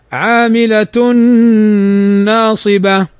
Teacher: تنوين بعده النون، والنون من حروف الإدغام بغنة، فنغنها بمقدار حركتين